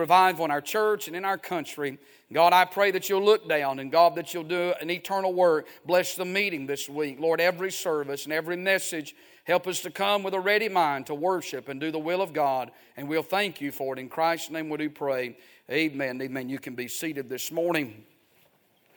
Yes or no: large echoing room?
yes